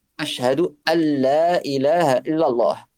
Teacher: dans la prononciation, il disparaît le nun. · Term: idgham complet